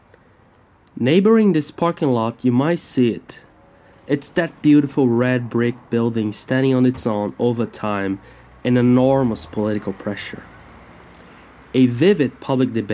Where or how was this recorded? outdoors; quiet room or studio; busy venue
outdoors